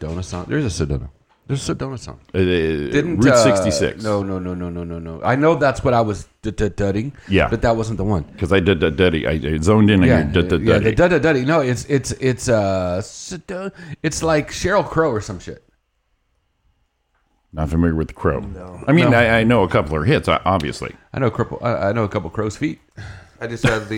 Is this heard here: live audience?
no